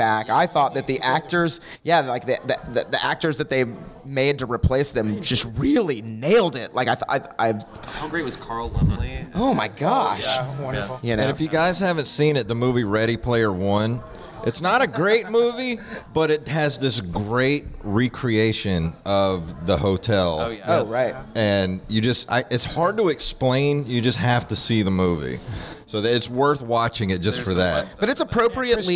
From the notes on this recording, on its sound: answer questions from the audience!